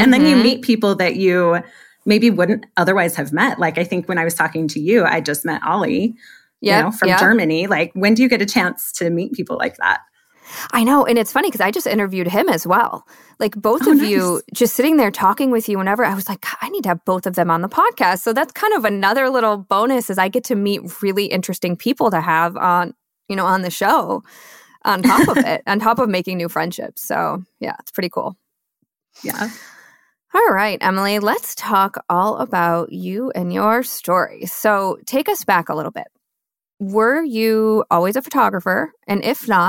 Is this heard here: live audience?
no